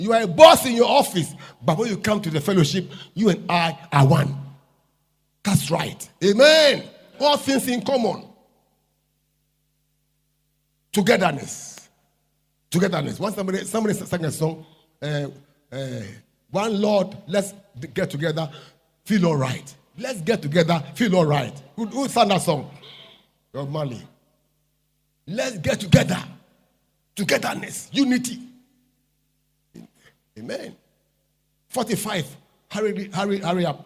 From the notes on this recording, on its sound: Preached At LCC Goshen